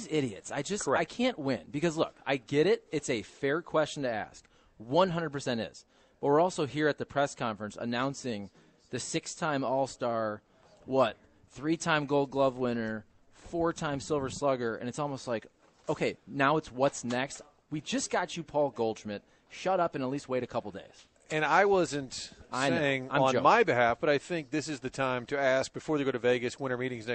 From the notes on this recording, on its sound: Broadcasting live from Busch Stadium.